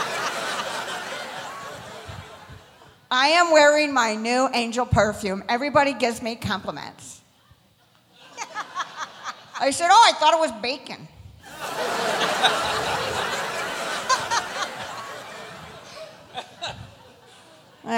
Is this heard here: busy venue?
yes